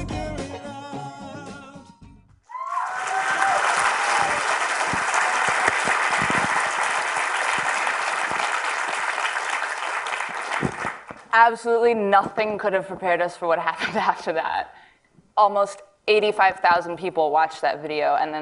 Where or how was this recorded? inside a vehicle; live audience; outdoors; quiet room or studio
live audience